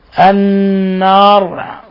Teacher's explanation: نون مشددة تعطى غنة مقدارها حركتين